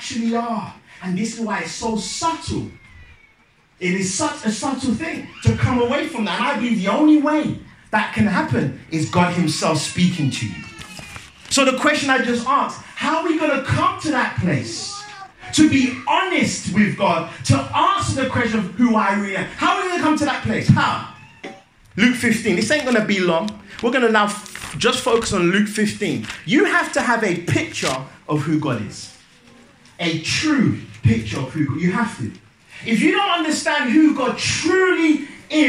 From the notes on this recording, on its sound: Youth Day at Penderford SDA Church. Sermon preached at Penderford SDA Church.